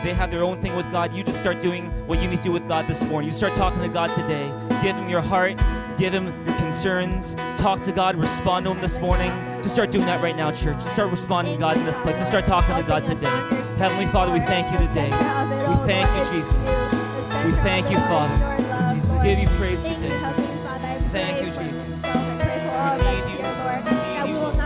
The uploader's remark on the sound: Recorded on February 10, 2019 at THRIVE Church Vancouver, Canada